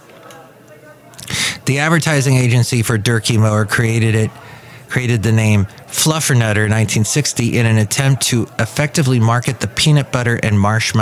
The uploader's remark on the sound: podcasts live from Café Anyway